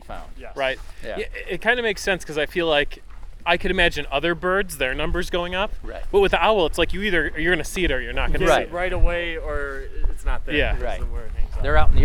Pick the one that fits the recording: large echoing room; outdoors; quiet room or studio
outdoors